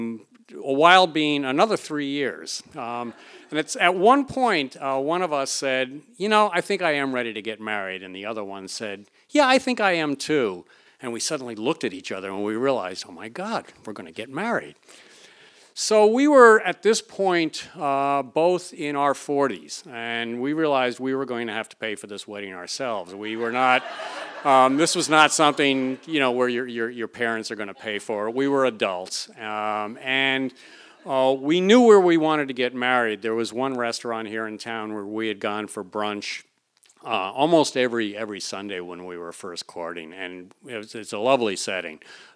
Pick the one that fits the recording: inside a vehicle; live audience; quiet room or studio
live audience